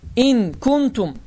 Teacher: n səsi, sukunlu nının n səsi burunda bir müddət, yəni təqribən 2 və ya 3 saniyə saxlanacaq və səs də burundan çıxacaqdır · Term: ixfa